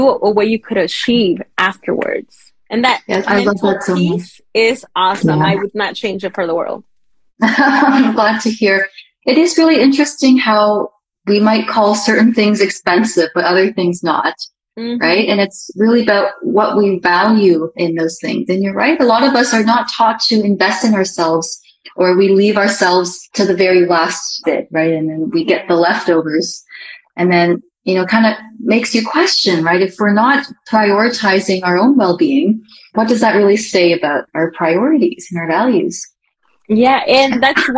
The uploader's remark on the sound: this SPECIAL interview taken from our Instagram Live